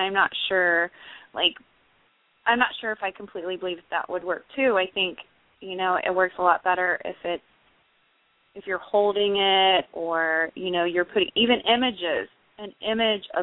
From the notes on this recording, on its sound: live call in guests